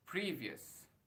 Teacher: koma atas sebelum di sebelum suku kata pertama free jadi di, kita harus kasih tekanan di pre nya